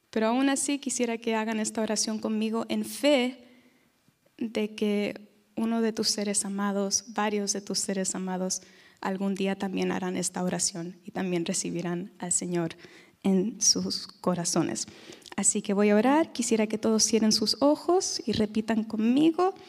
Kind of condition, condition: setting, large echoing room